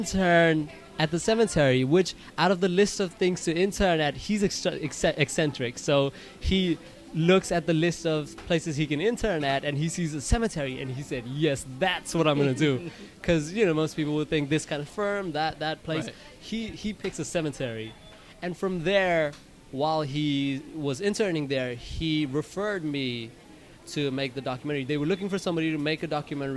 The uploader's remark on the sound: At the KGFC Filmmakers Lounge hosted by Ateaz Organic Coffee & Tea. During the Kew Gardens Festival of Cinema in 2017.